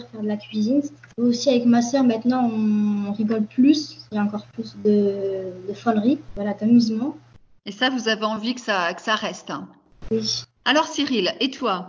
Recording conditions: video call